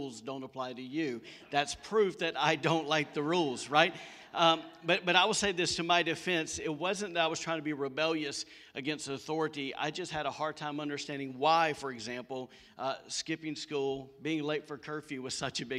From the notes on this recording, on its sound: recorded on Sunday, October 11, 2020, during service at The Anchor Church in Rockport, Maine